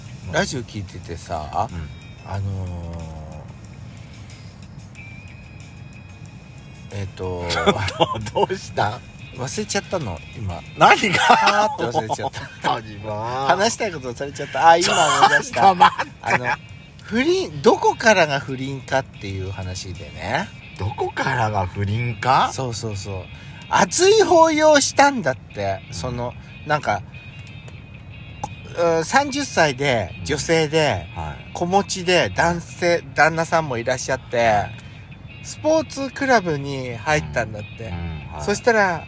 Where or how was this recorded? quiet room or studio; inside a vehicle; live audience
inside a vehicle